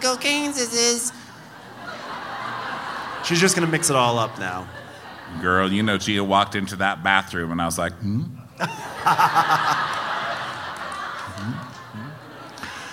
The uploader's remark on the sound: Live from Denver